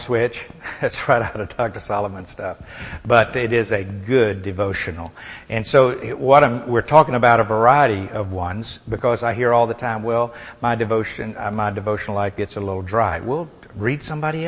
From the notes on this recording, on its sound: Recorded at the Solomon School of Grace Fellowship Int'l in Pigeon Forge, TN